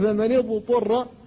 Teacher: أن تظهر الضاد قبل الطاء إذا سكنت، فإن كثيرا من الناس يدغمها فيها، فلا بد من الفك حتى تظهر، وذلك في مثل فمن اضطر.